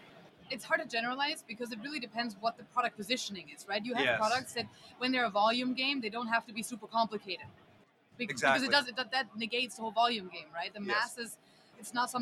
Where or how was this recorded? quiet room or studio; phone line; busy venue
busy venue